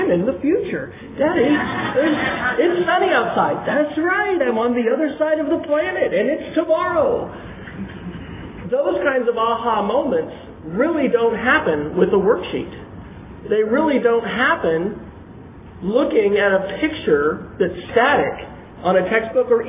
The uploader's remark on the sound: Opening keynote address at the 2011 TechForum in Chicago, Illinois. (The actual location of the Techforum was in Lincolnshire, IL, just north of Chicago.)